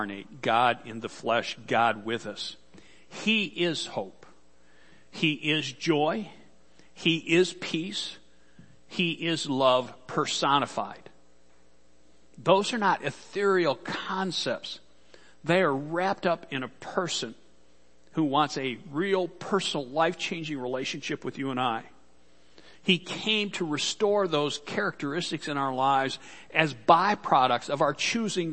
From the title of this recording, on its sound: Worship Service - Audio